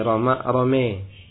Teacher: Dan menyondongkan alif kepada ya. Jadi roma, romeh. · Term: imalah